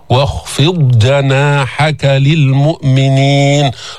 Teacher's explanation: ما في إدغام بين الضاد والجيم